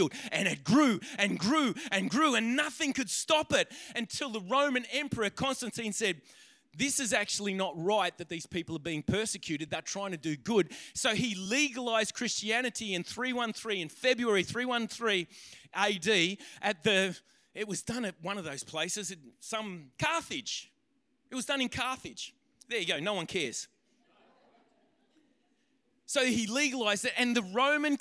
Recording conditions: live audience